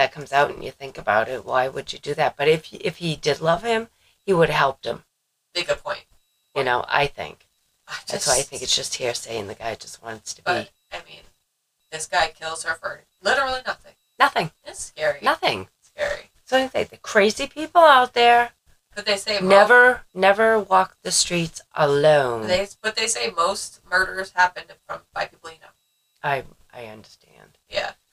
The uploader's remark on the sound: Sorry for the sound we just got a new mic and for some reason it was not working with the mixer which was not noticed until the editing process. It is like we recorded with only one mic.